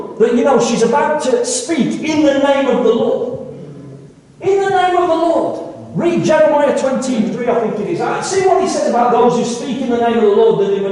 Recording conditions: poor sound quality